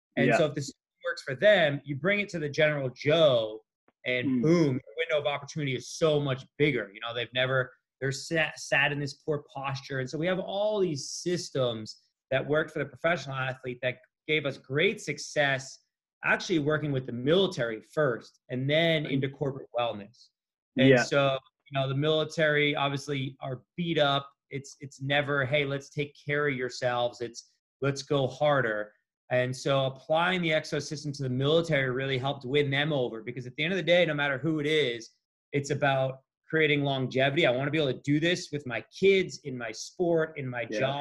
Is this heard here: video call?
yes